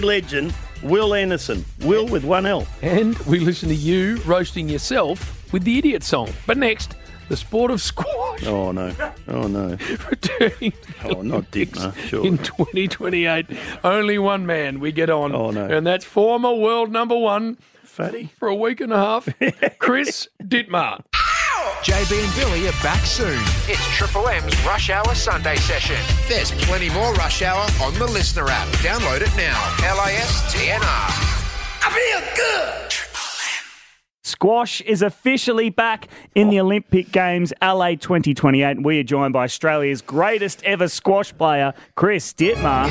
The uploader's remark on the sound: we were live at the Pink Hill Hotel